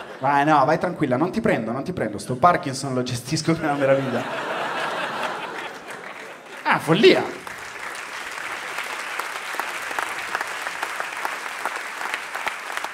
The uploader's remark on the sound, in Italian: Registrato a Firenze al Teatro Puccini